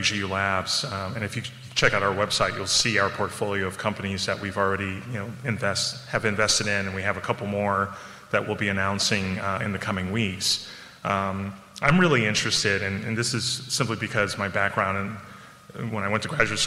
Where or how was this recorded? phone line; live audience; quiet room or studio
live audience